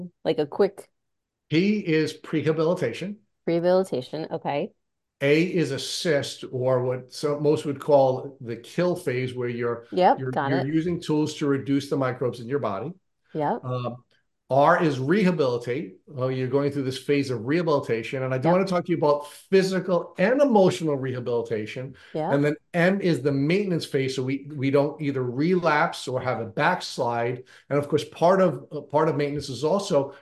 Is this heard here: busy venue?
no